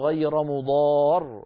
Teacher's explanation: في اللفظ بسبب الاضطرار لأنه لا يتأتى نطق راءين ساكنتين متتاليتين فينطق براء واحدة مصحوبة بهذا الضغط الذي يسمى الآن في علم الأصوات الحديث النبر · Term: الوقف على المشدد